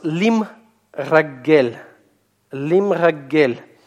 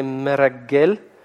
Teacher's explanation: Шва будет у нас уже непроизносимая, поскольку у нас закрытый слог · Shown in: first take